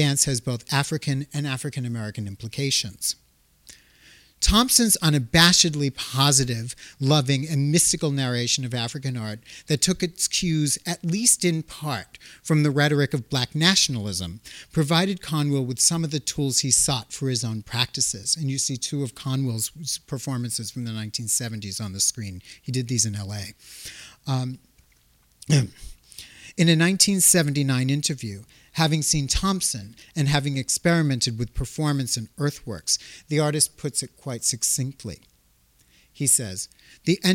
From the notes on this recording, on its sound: This talk was recorded on March, 2nd, 2016, at the Mead Art Museum at Amherst College. This talk was recorded on March, 2nd, 2016, at the Mead Art Museum at Amherst College.